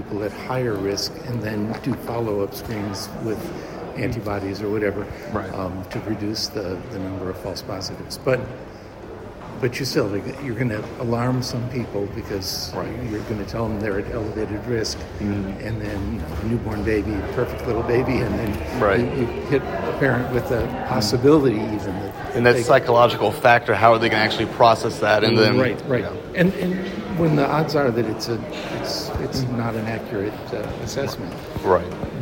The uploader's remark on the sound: recorded during IDS Paris 2023